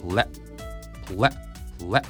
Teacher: 日本語のレよりも下の先っちょが当たる位置が低くて · Term: L の音